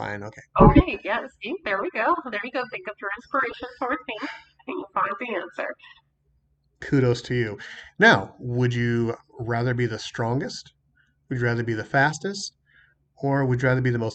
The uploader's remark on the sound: WE APOLOGIZE FOR THE AUDIO ISSUES.